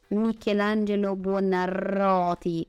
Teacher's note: quando c'è due R si prolunga un pochino